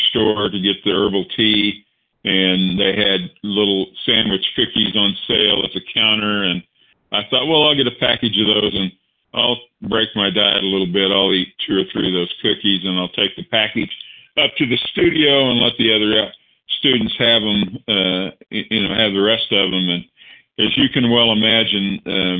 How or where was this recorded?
phone line